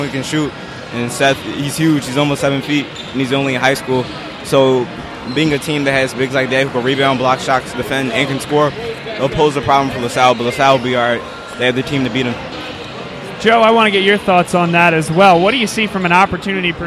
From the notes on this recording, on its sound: The Dunphy Ford Pregame Show live from Arcadia University as La Salle takes on Archbishop Wood in a PCL basketball matchup.